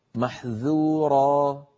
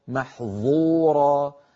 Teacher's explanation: الذال والظاء من المخرج نفسه، الفرق بينهما أن الذال منفتحة. ولو نطقناها مطبقة مفخمة لصارت محظورة فغيرت المعنى.